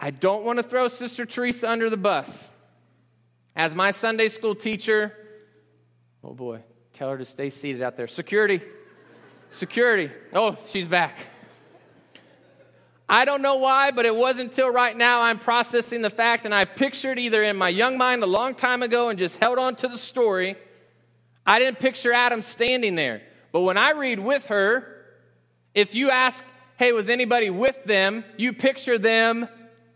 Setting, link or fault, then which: setting, large echoing room